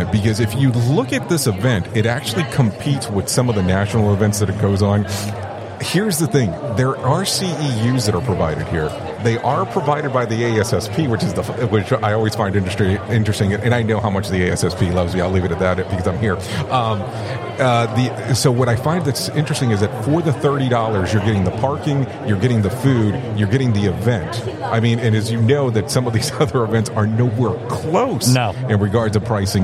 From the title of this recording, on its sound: Live from ACFS Safety Day 2023